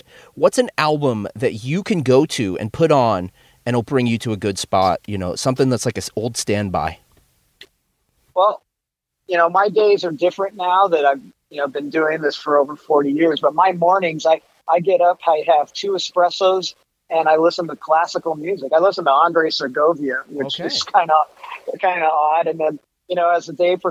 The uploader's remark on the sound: so I hopped on the phone